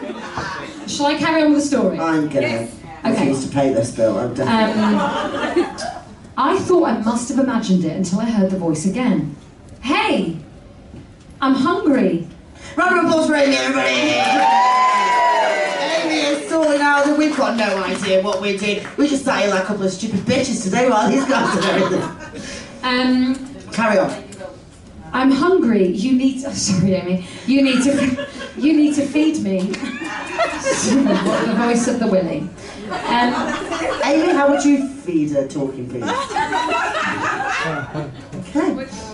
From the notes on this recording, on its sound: Ghost Huns LIVE!!!! To a SOLD OUT Gilded Balloon audience. Thank you to our wonderful audience for coming along and making our first live show so bloody special.